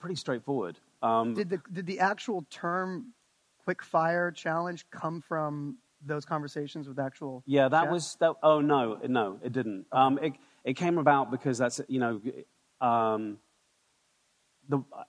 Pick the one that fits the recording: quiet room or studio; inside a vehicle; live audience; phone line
live audience